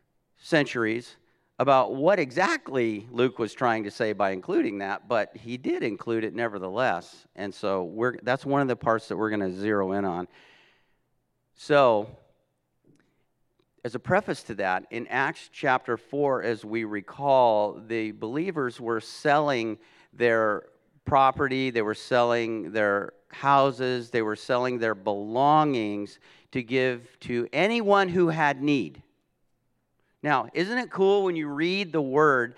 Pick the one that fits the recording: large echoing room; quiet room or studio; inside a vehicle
large echoing room